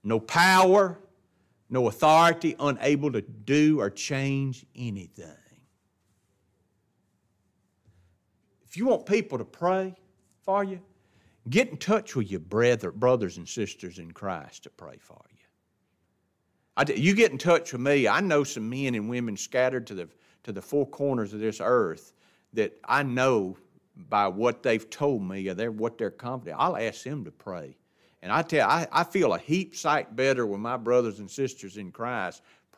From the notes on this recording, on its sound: This lesson was taught in the adult Bible class of Grace Baptist church in Ruston.